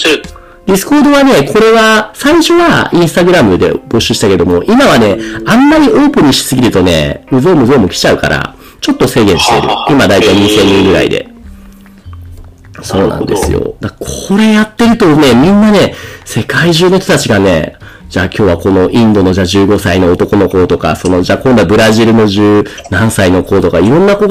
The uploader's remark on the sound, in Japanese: 今回機材トラブルで音割れが発生しております